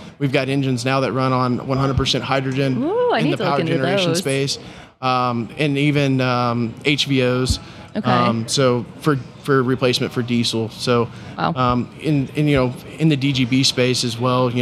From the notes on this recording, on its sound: During the PBIOS conference